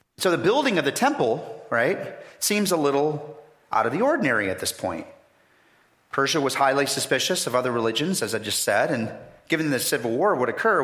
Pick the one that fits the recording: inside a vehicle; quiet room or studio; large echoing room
large echoing room